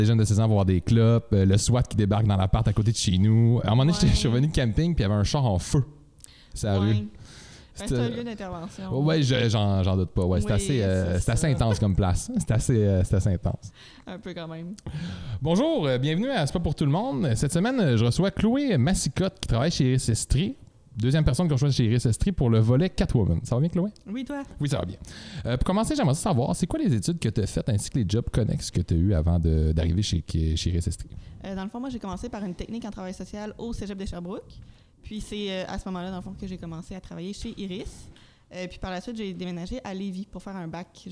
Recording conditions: busy venue